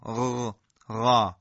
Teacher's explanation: اگر بخوایم ببینیم که چگونه ادا میشن، بریم جلو آینه بایستیم، حالت جلوی زبان که بالا میاد میبینیم که چگونه ریشه زبان به سمت بالا متمایل میشه در مورد خا، قاف و غین، مثلا غ، غا. · Term: حروف مستعلیه